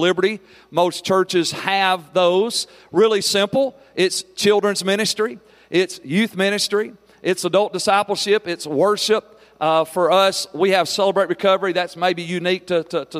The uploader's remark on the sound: Every February, pastors and leaders from around the country gather together at our leadership conference for dynamic teaching, powerful worship, impartation, ministry, and covenant relationships. Here’s one of the recordings from our 2023 Leadership Conference.